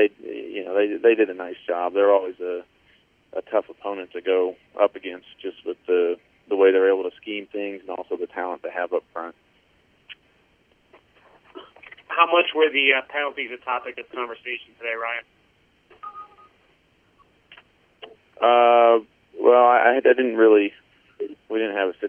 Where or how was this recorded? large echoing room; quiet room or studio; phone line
phone line